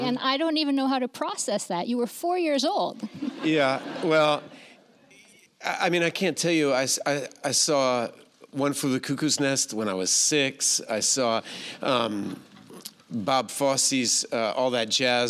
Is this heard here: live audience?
yes